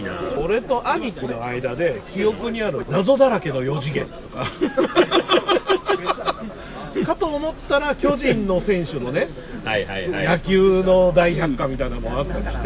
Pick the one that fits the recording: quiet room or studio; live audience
live audience